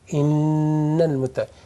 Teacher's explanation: نون مشددة نون على شدة تغني دائما